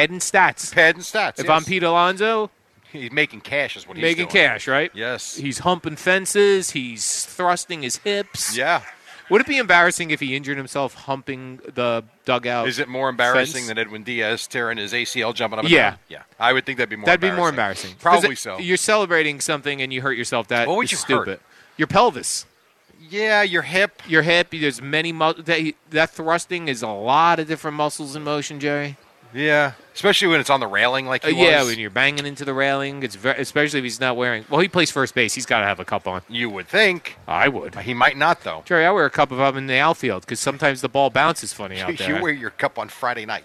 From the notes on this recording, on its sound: Live from D'Jais in Belmar